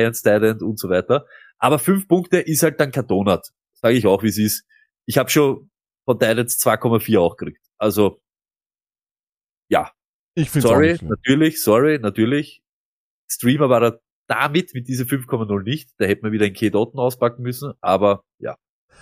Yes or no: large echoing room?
no